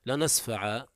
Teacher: إذا وقفت عليها فالقراء يلزمونك أن تقف لنسفعا بألف